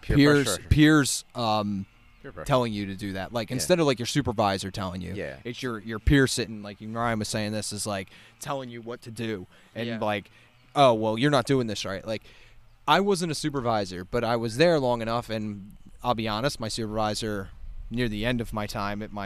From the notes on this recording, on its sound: The guys are outside for the first time!